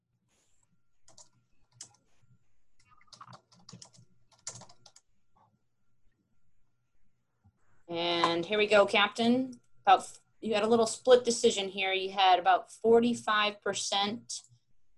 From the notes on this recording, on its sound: Online Session Audio